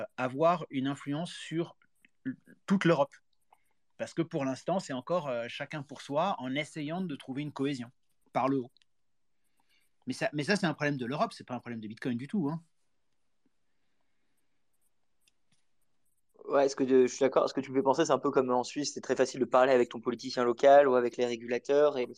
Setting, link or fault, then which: link, video call